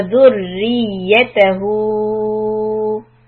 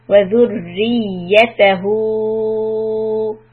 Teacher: Here we emphasize the ya shadda because we have to make it clear that there are two ya's. Wadhurri, see ri, that catches the first ya.